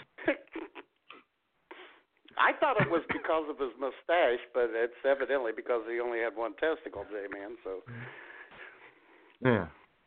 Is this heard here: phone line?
yes